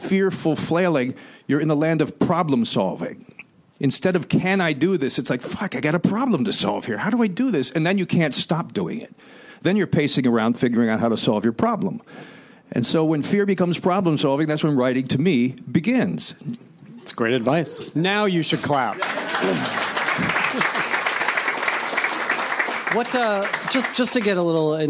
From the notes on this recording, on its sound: Recorded May 1, 2016 at the Nerdist Theater at Meltdown Comics.